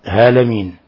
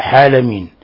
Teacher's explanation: ومن الأخطاء التي يقع فيها غالب العجم إبدال عين العالمين إلى هاء هالمين أو هاء حالمين أو همزة آلمين